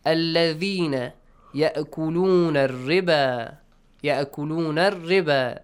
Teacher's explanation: Ra must be pronounced lightly because it has a kasra sound.